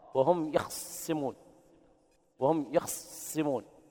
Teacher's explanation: والوجه الثاني لقالون باختلاس فتحة الخاء